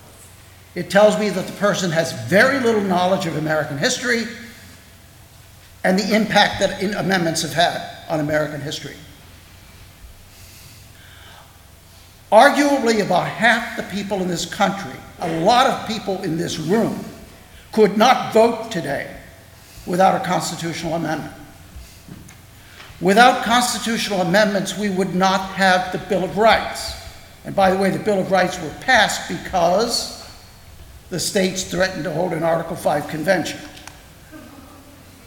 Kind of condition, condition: setting, live audience